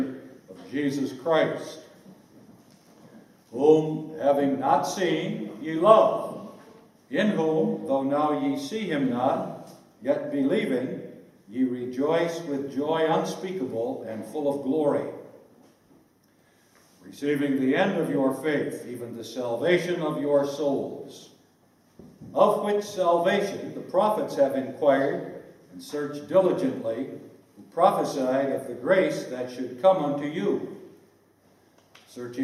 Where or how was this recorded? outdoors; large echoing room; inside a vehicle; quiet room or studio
large echoing room